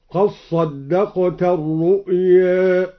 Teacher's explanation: قرأ الدوري بإدغام الدال في الصاد وقلل الرؤيا